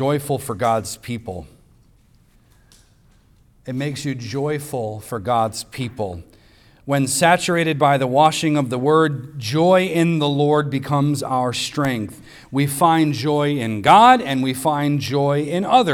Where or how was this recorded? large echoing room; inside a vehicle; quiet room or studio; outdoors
large echoing room